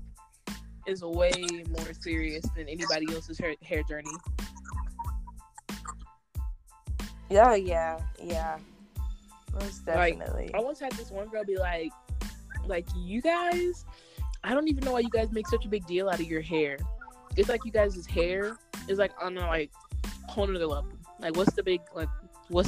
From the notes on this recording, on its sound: sorry for the audio cut outs and the audio drops